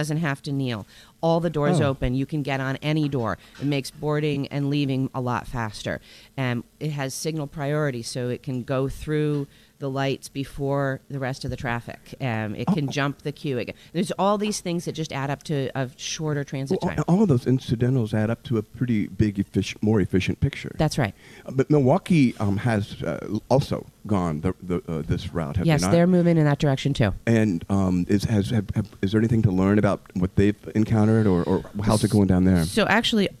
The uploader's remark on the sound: Live from Willalby's! Is on location at Willalby's on Willy Street, for a year-in-review with special guests.